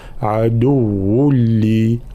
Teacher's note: بعد حرف اللام إدغام بلا غنة، فلا نقول عدو، هنا تتسرب القليل من الغنة، لا أستعمل الخيشوم أي الأنف، عدو لي هكذا.